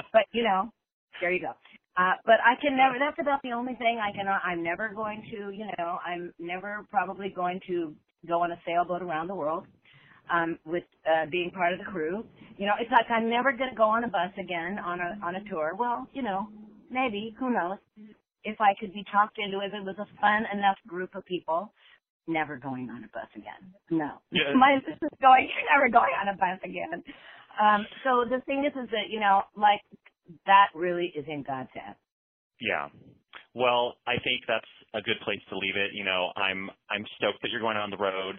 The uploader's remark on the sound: We caught up with both women, separately, via phone